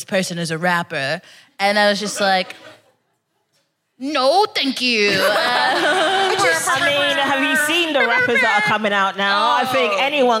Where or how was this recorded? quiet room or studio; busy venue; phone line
busy venue